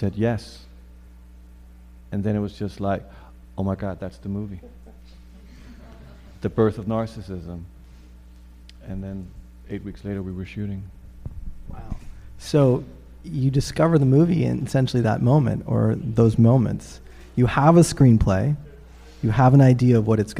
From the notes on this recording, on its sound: Took place live recently at the Film Society of Lincoln Center. The audio comes from our friends over at The Close-Up.